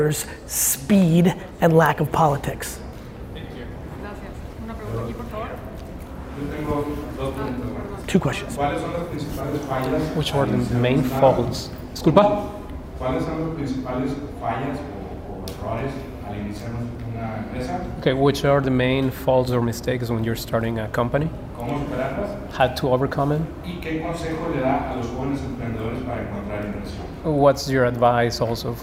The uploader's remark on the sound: In this episode I share a Q&A from a press conference I did on my trip to Mexico.